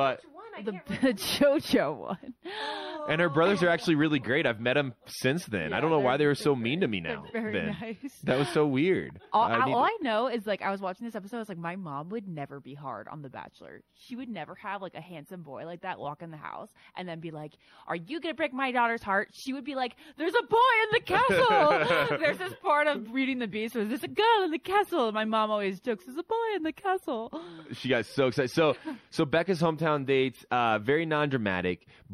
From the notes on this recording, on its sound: live from Lake Tahoe, from the American Century Championship golf tournament